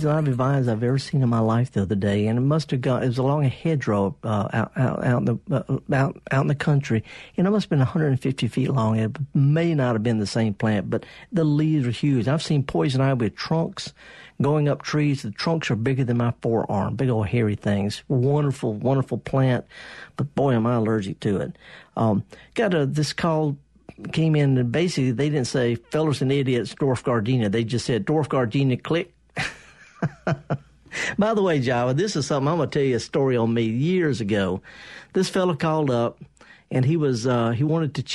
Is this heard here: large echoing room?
no